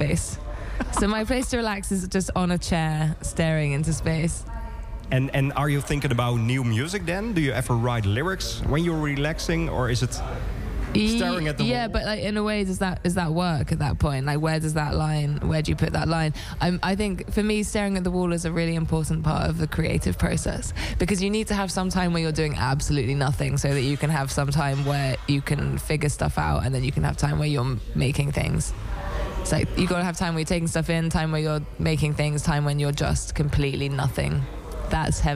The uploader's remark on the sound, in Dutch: KINK IN TOUCH kwam op maandag 6 juni vanaf Primavera Sound in Barcelona. KINK IN TOUCH VANAF PRIMAVERA SOUND BARCELONA. Het festival vierde de twintigste editie.